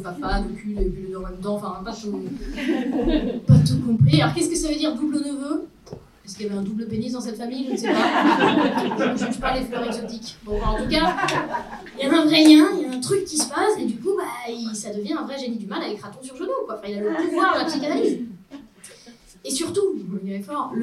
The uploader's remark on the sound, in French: Enregistré en live dans les Comedy Clubs partenaires de Marrant. Collectif qui organise des soirées stand-up dans les bars lillois.